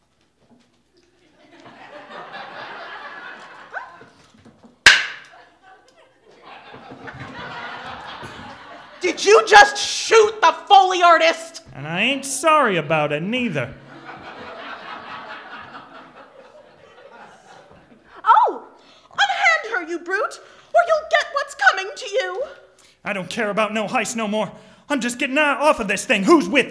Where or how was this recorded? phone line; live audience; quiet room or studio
live audience